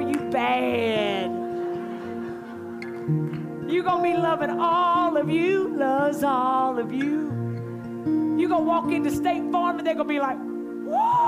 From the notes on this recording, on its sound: night one of our Bold Conference